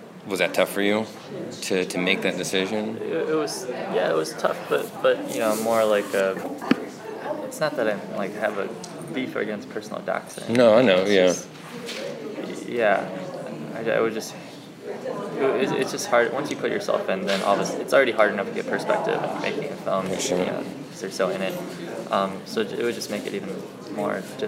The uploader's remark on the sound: a conversational interview, recorded last year at the Full Frame Film Festival